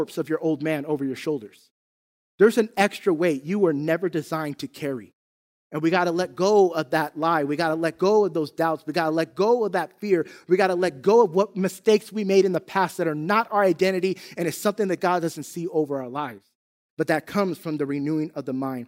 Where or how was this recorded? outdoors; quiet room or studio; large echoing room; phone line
large echoing room